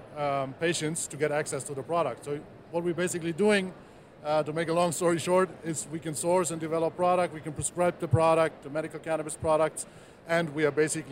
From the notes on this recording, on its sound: This interview was recorded on the floor of the Las Vegas Convention Center during MJBizCon 2022, so there may be patches of audio that are a tiny bit scratchy.